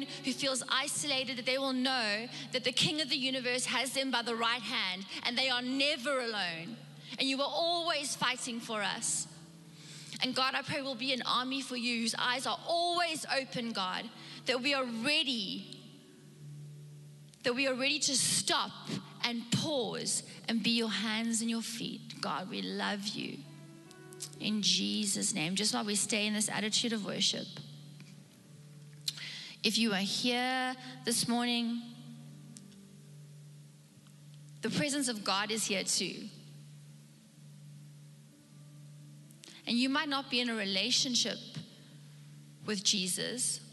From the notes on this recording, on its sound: Recorded live on Sunday the 7th November 2021